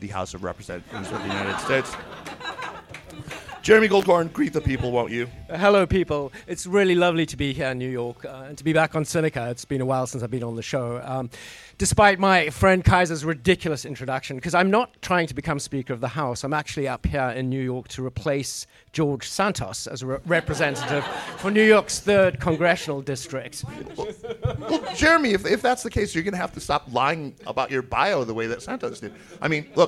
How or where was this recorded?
live audience